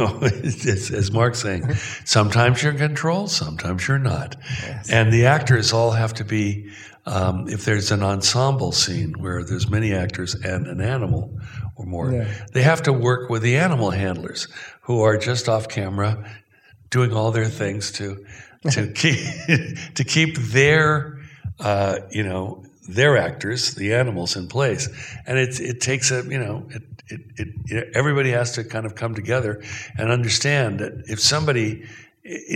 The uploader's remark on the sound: in a Q&A at the DGA theater in Los Angeles